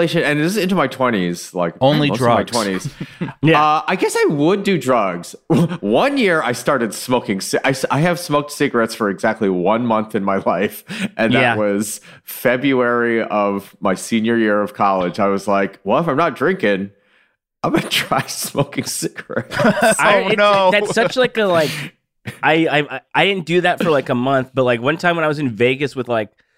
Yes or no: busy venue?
no